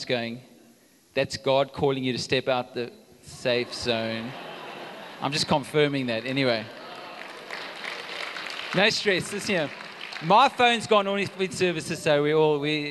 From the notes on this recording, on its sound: Recorded live on Sunday the 25th September 2022